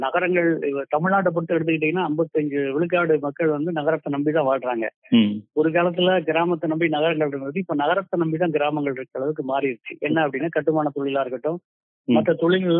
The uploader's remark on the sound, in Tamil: ஓர் தொலைபேசி நேர்காணல். ஒரு தொலைபேசி நேர்காணல்.